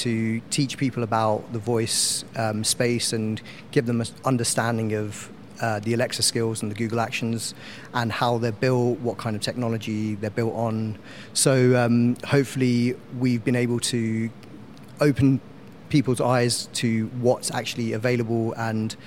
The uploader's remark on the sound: Explore all the sounds of Nonference in true binaural style in this special one off episode produced in partnership with Acast. From our first ever Nonference at London’s Tobacco Dock.